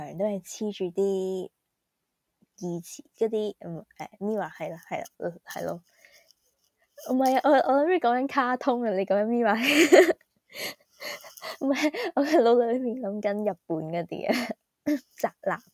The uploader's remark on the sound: Fail recording